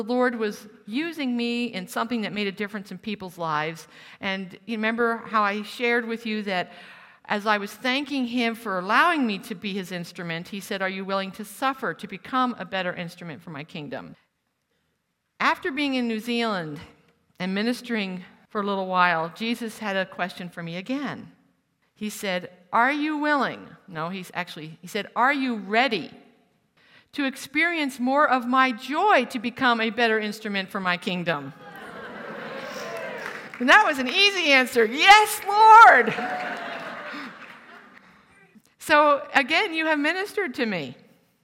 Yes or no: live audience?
yes